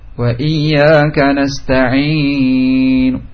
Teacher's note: Ya, adanya dhammah, adanya dhammah di ujungnya, sehingga yang membaca rum ya bibirnya dimoncongkan ya, terakhirnya sebagai tanda dhammah